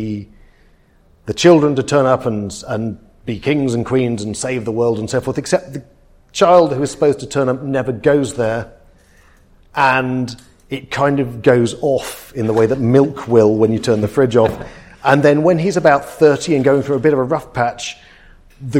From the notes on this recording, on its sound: Live episode in front of an audience at the Cymera Festival.